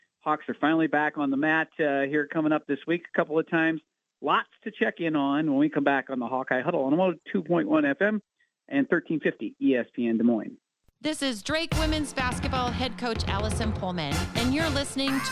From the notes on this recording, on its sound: With GMigs closed for the weather, the boys call in from their respective homesteads.